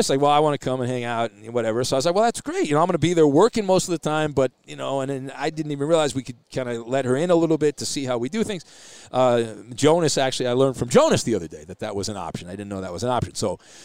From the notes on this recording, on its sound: Are live from the Super Bowl! Join the show from Radio Row!